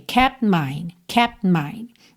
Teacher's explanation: Só que eu aproveito que eu já tô com os lábios juntos pro P, já meio que emendo no M.